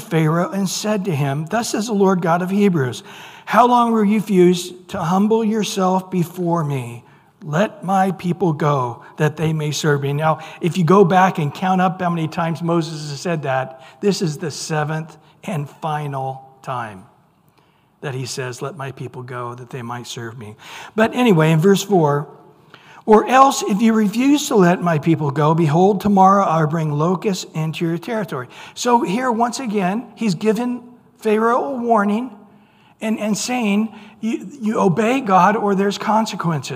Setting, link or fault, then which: setting, large echoing room